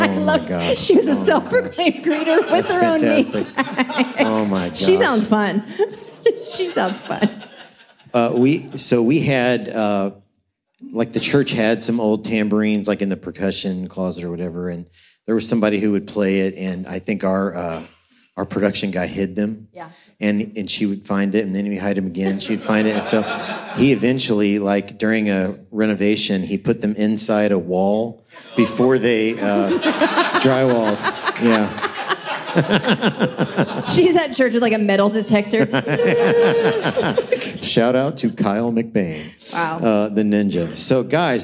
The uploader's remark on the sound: LIVE from Experience Conference 2023 at Disney's Coronado Springs Resort in Orlando, FL recording with a tremendous audience!